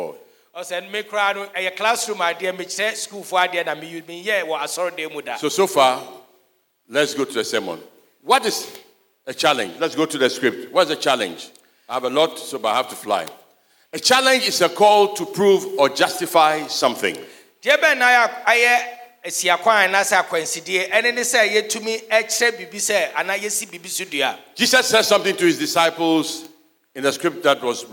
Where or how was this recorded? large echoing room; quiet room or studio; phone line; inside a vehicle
large echoing room